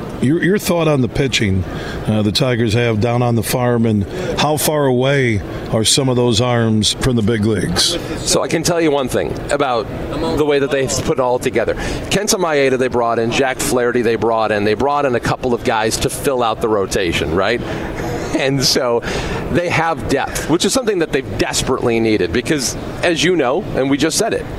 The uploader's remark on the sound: Today we're broadcasting live from the Grand Rapids Boat Show happening all weekend at DeVos Place in Downtown Grand Rapids. Throughout the show we were joined by some of the great folks connected to the boat show.